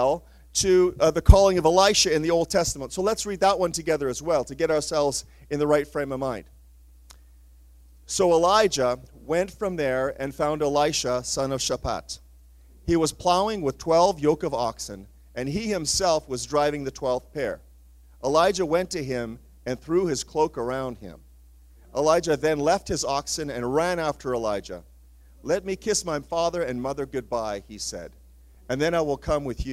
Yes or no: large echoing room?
yes